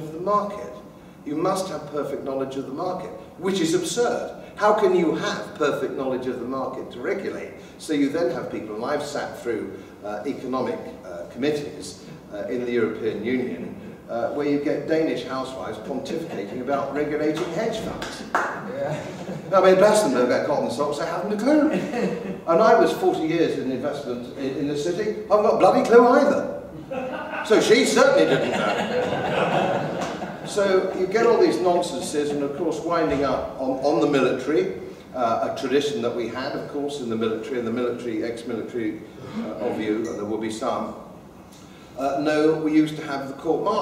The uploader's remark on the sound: Talk given at the Traditional Britain Conference 2014.